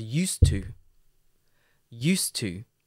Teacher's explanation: Used to do. But when you hear native English speakers especially saying it, often the used and the to sound like one word